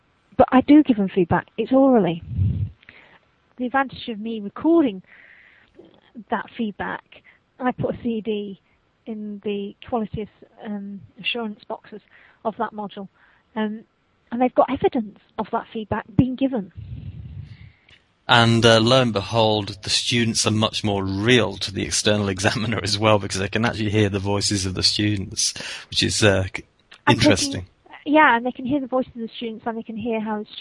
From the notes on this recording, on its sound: This interview was conducted during a Skype phone conversation.